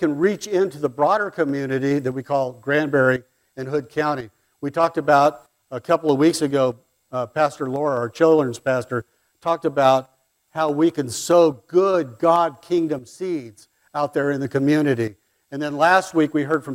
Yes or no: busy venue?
no